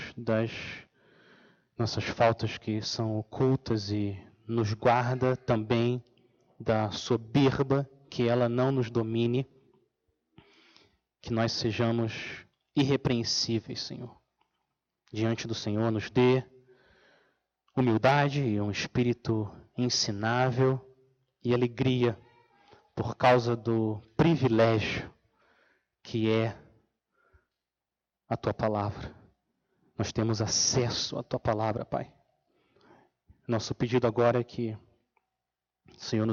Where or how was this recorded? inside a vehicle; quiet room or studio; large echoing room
large echoing room